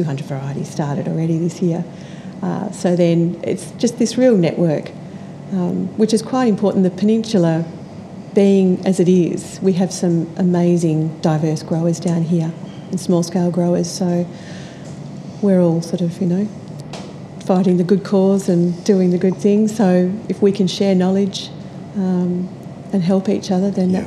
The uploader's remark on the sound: Montalto Winery. It has a fabulous restaurant and an incredible amount of open space, trees, gardens and artworks spread over the beautiful property. We recorded on the fly during a slow roving tour of the grounds, so expect some wildlife interruptions, wind gusts, tractors, and gravelly footsteps throughout.